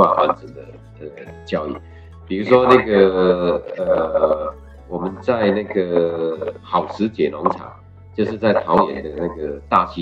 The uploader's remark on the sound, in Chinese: 本次採線上會議錄音，音質較為粗糙，敬請見諒!